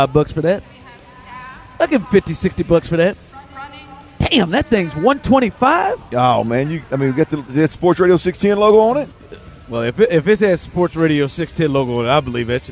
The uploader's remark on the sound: THE DRIVE was broadcasting LIVE from the College Football Playoff fan fest